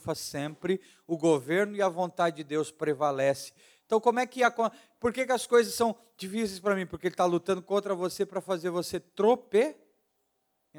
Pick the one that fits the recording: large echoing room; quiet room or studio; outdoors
large echoing room